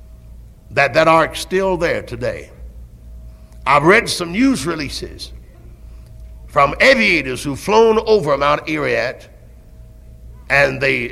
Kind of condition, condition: setting, large echoing room